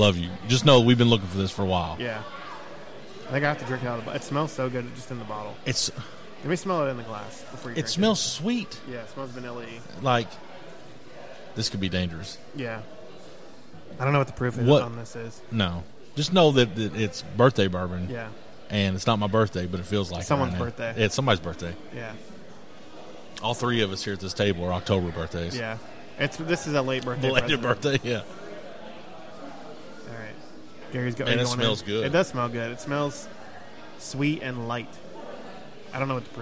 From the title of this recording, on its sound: Live at Streetside